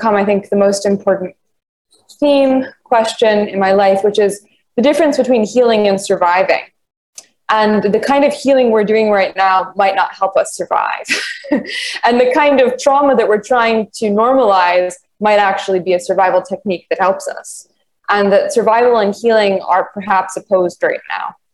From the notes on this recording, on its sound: A live online conversation